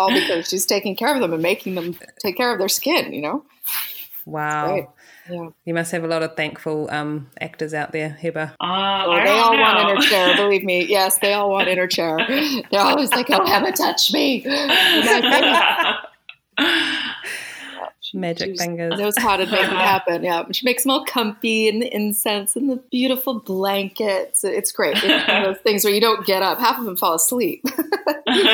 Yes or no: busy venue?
no